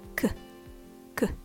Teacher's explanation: Syllable number one, K. This is a relaxed, unstressed syllable. Don't say calm, it's K, K.